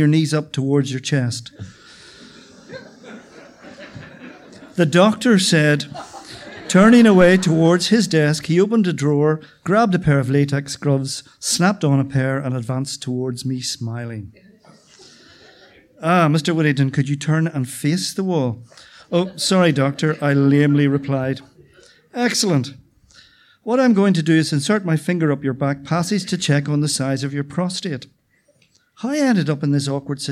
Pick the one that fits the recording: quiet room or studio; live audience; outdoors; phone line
live audience